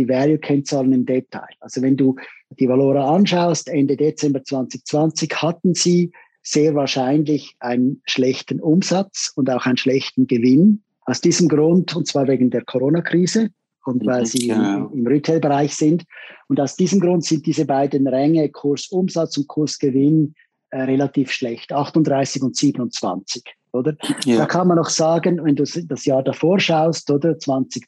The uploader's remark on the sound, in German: im wöchentlichen Zoom-Call